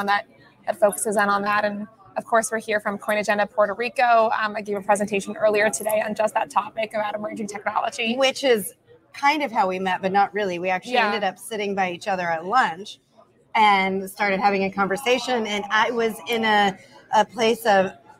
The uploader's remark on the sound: Coming to you live from Coin Agenda at Puerto Rico Blockchain Week.